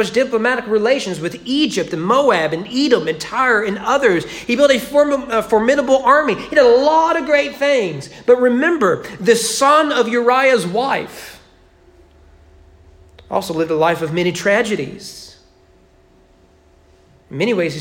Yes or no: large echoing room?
yes